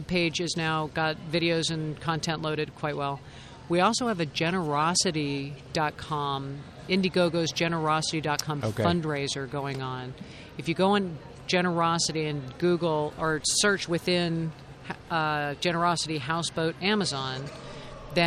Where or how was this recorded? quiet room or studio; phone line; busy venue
busy venue